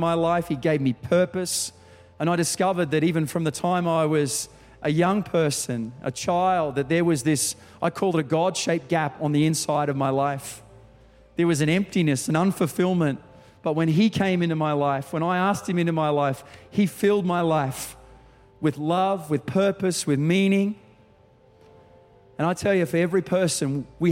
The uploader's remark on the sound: Recorded during our 5pm service on Sunday, the 3rd of December 2023